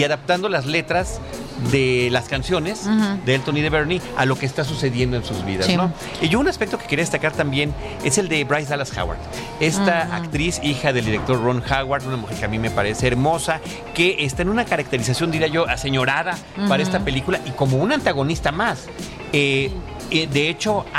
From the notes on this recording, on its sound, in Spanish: Para celebrar los mil episodios, grabamos en Cinépolis VIP de Plaza Universidad, tras una Premiere exclusiva de #Rocketman. Convivimos con amigos y colegas que nos han acompañado.